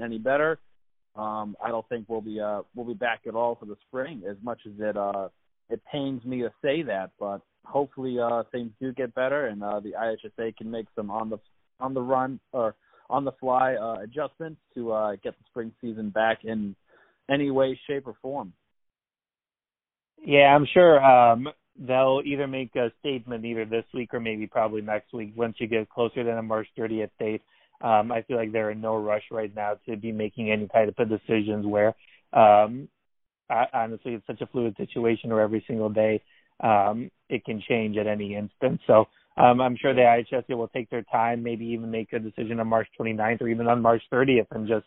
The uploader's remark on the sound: Our guys hop on the phone for a second straight quarantine version of The Varsity